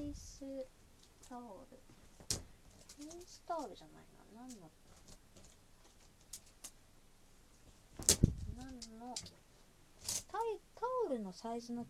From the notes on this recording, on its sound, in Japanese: 洗濯物を畳みながら配信～ 夜中！！！！ハンガーの雑音、失礼致しました。